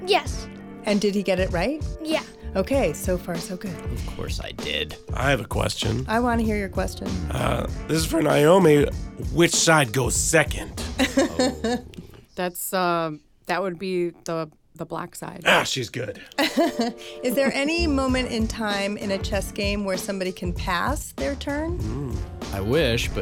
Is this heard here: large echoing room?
no